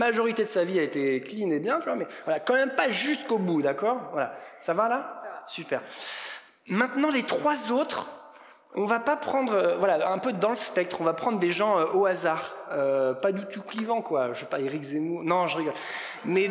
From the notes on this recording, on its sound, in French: Enregistré à l'église CVV, le 17/04/2022.